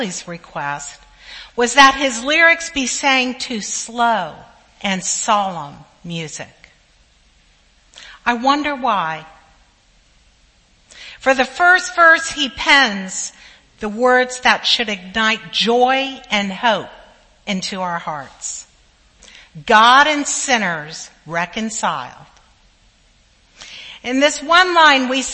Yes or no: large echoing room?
yes